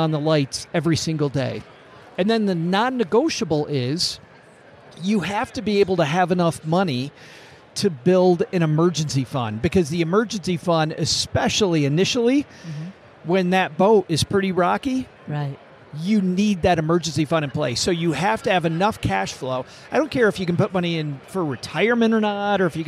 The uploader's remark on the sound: A special LIVE recording in front of an audience at Podcast Movement, an industry conference in Denver. Recorded live on stage.